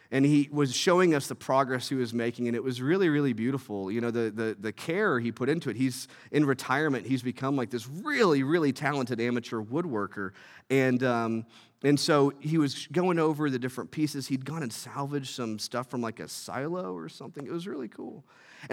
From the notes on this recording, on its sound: from our Thrive family service in Asbury Hall at 9:30 A.